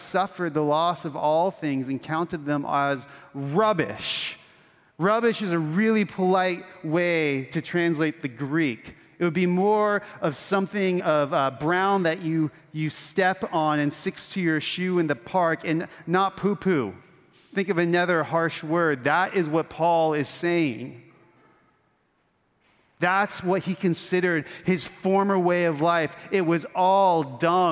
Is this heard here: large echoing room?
yes